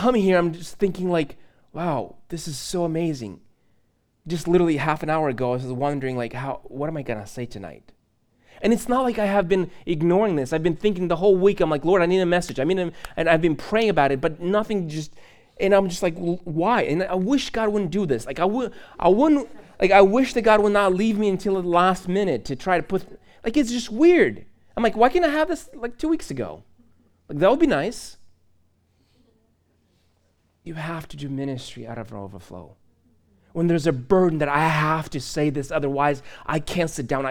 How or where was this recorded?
large echoing room